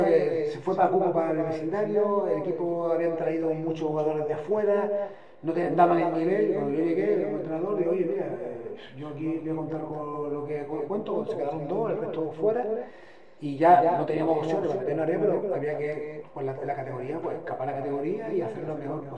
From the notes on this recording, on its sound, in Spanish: Tuvimos problemas técnicos con el audio, y hemos sacado la máxima calidad posible, disculpen las molestias.